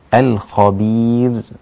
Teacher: لابد أن أكسر الباء وأراعي الترقيق لها، وانتهيت من تفخيم الخاء خلاص